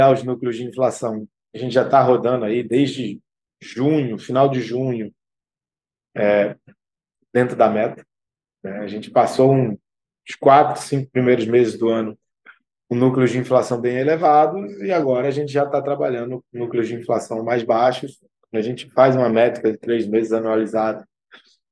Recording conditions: video call